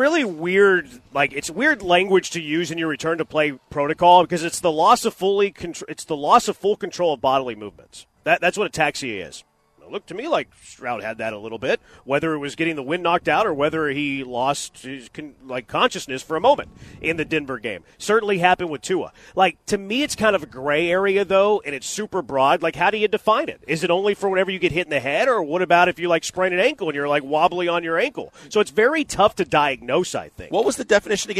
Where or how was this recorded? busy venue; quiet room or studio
busy venue